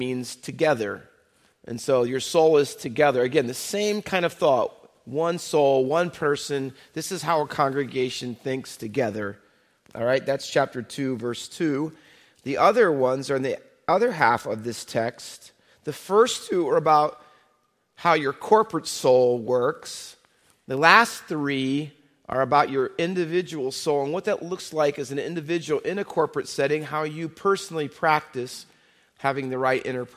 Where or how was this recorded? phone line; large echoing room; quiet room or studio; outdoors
large echoing room